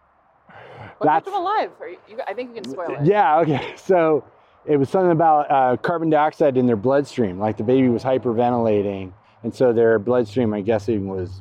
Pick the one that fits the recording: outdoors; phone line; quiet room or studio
outdoors